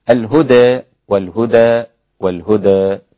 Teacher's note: الإمالة ثم الفتح ثم التقليل كما سمعتم للإمام حمزة والكسائي وخلف الإمالة، وورش له التقليل والباقون الفتح.